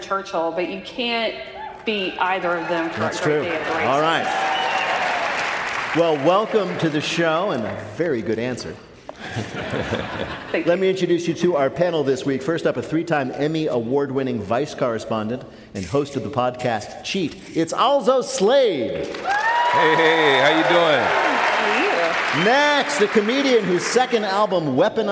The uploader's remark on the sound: This week we come to you from the Palace Theatre in Louisville, Kentucky